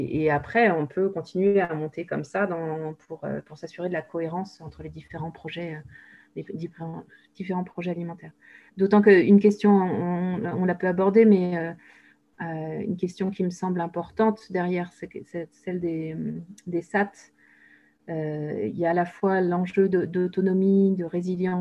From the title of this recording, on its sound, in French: 4 décembre 2020 en visio